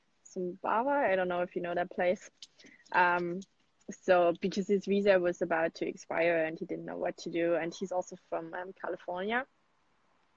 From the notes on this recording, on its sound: I did an Instagram Live and interviewed a friend